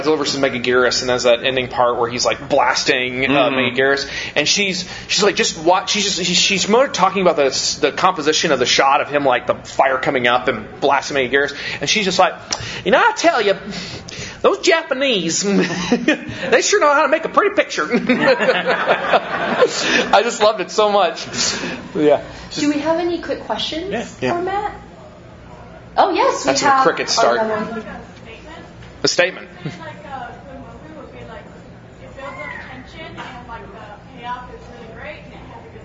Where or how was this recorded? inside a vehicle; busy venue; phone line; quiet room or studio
busy venue